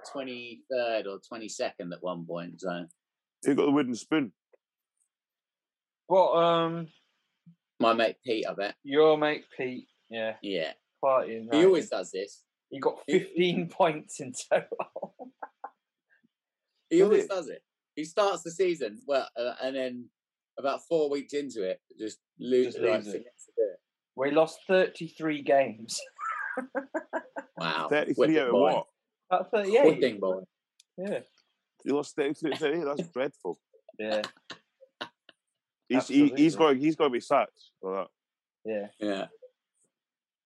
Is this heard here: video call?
yes